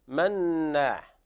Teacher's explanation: هذا حرف أغن مشدد لوقوع، طبعا لأنه مضاعف، هو أقوى مراتب الغنة المشدد وهو كامل التشديد.